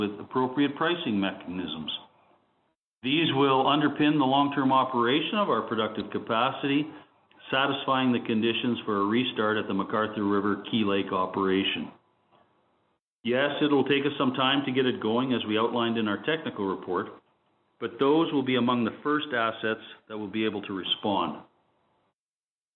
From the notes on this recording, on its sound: features Cameco’s Q3 conference call